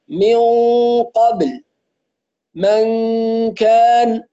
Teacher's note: فمع القاف والكاف يكون هناك اتكاء عند المخرج، نتكئ على مخرج القاف والكاف